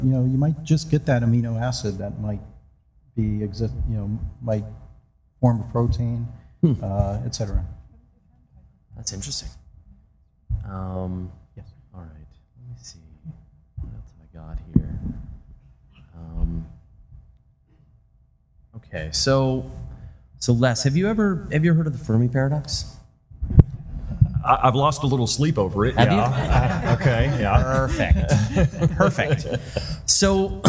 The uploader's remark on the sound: Live from DragonCon 2014